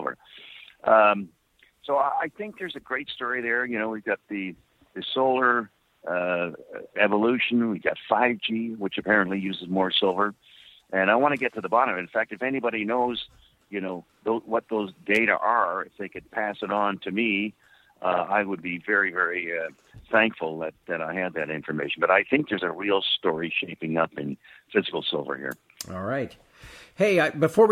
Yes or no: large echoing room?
no